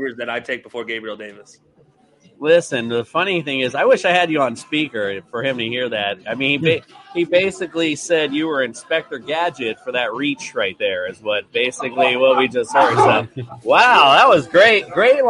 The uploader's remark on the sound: Live from Duffy's Sports Bar in PSL FL